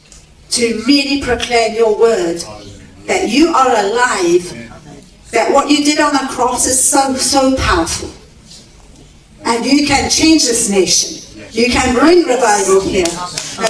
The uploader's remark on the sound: Recorded at a teaching meeting in Britain.